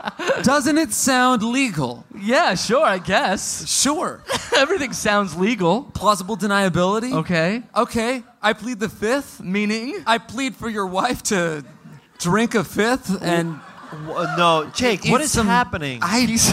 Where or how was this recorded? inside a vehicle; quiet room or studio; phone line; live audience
live audience